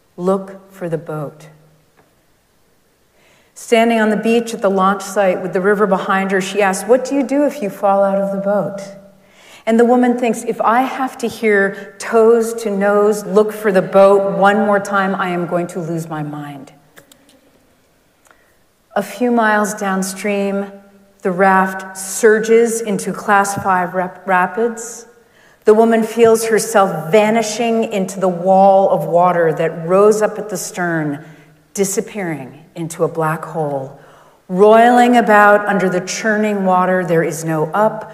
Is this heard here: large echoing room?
yes